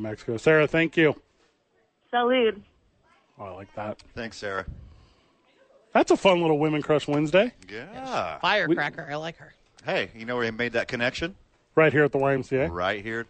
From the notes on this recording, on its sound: live from the YMCA